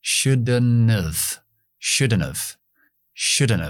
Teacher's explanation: para enlazar n con v, metemos una mini schwa.